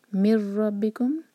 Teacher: ادغام بغیر غنہ کا تو نون کی آواز بالکل ٹچ نہیں ہوگی